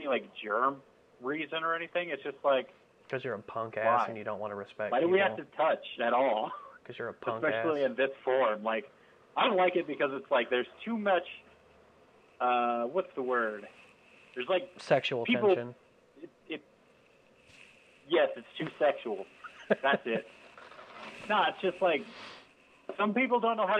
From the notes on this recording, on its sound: still talk to one another over the phone